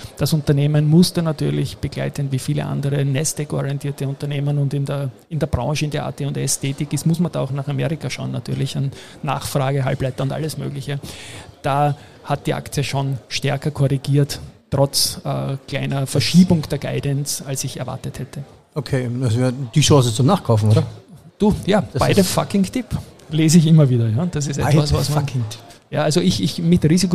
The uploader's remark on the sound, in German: Die Sonderfolge S4/42 wurde auf dem super besuchten Börsentag Wien aufgenommen. Das war stegreif , wie immer bei mir (bei ihm nicht) one take und nullkommanull vorbesprochen.